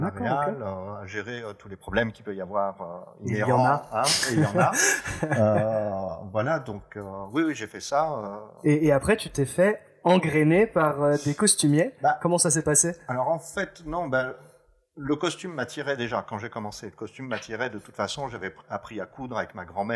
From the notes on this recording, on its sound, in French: Mea culpa pour la qualité audio de cet épisode qui s'est enregistré dans le stock costume à l'atmosphère "très vivante".